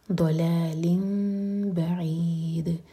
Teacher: تو میم کو ہولڈ کریں گے لیکن ہونٹوں کو ٹائٹ بند نہیں کریں گے، اور پھر با پڑھیں گے · Term: اقلاب